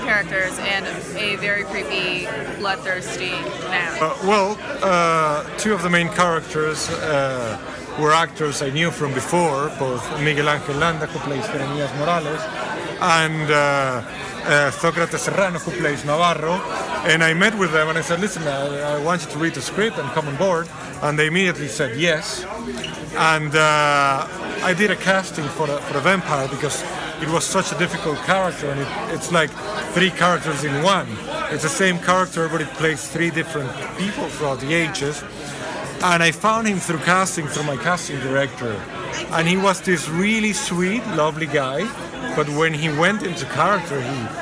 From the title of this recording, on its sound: Halloween Red Carpet, 2018 Austin Film Festival